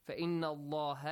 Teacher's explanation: The letter lam in the word Allah has to be pronounced heavy